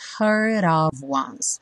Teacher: Aqui a gente liga o heard no of, e o D do heard virou rarara